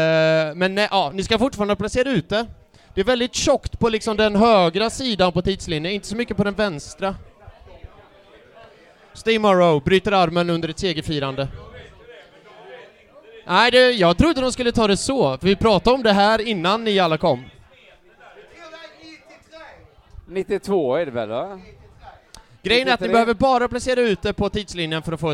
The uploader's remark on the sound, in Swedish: Live-podd från Cheers Pub. Detta är inspelningen från Arsenal Göteborgs andra förfest kopplat till 10-årsjubeliumet, Live-podden!